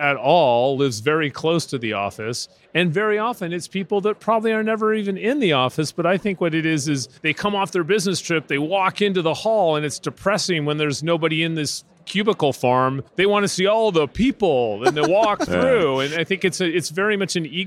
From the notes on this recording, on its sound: Live from UNLEASH America in Las Vegas